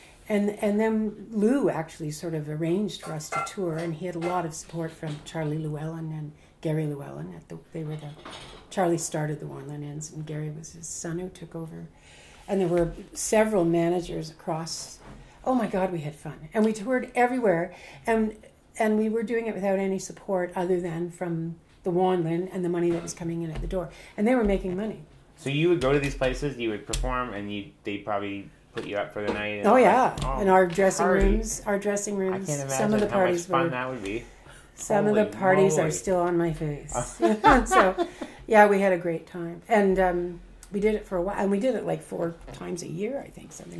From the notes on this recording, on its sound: If you listen closely you can hear the clanking of dishes and the sounds of food being served and enjoyed!